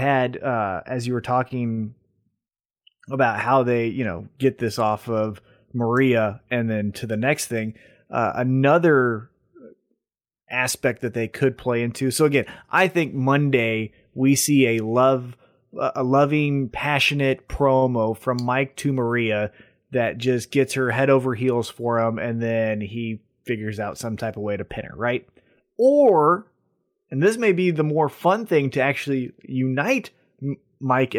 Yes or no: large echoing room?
no